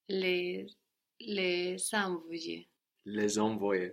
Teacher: Les envoyer, very good. We hear the S. It reappears because of the vowel envoyer, but not just because of this, but because les and envoyer are very connected in the meaning that they are transcribing there to send them. · Term: liaison